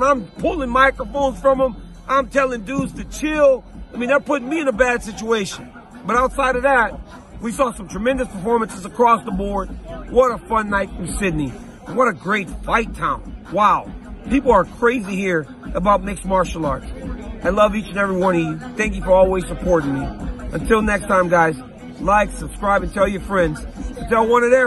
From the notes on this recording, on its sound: LIVE from the octagon in Sydney, Australia